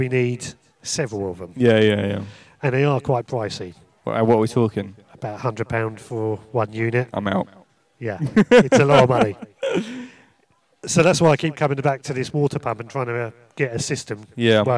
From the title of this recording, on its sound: Recorded live from the maze garden